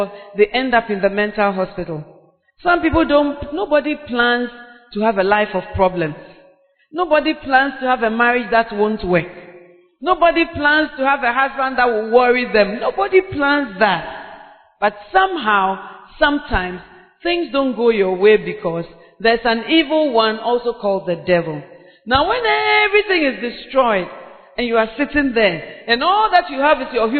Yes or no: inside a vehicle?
no